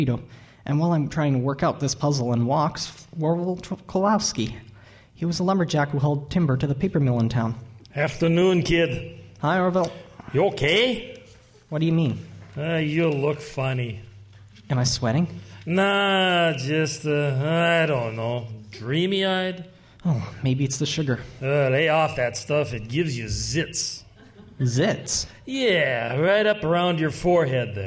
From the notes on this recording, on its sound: Recorded in front of a live audience. Recorded before a live audience.